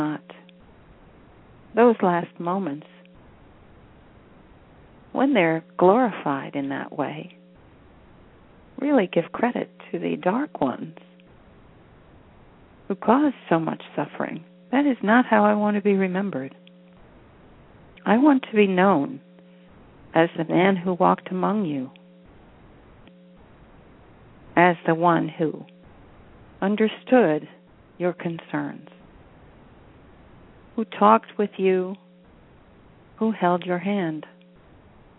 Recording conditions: phone line